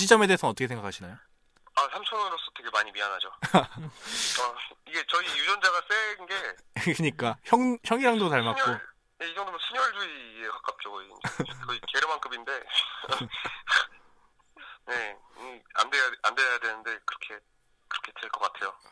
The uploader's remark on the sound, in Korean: 1부에서 실패했던 전화연결에 성공합니다. 전화 강의가 있습니다.